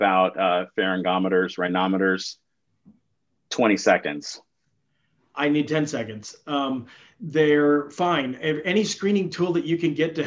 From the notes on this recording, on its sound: During this live interactive webinar